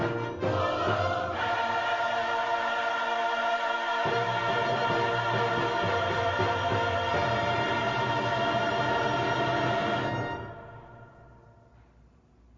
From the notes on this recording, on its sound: Shot LIVE from the Sanctuary of Noblesville First United Methodist with a variety of contributions from members of our congregation.